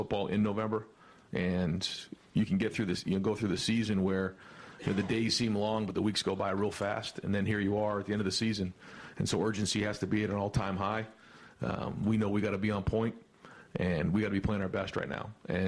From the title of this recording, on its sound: Tuesday Press Conference